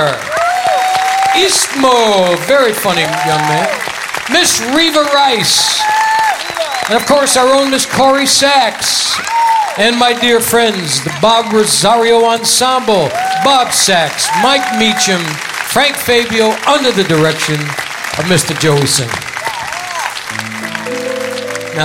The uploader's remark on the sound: Live at the South Point 01-26-2017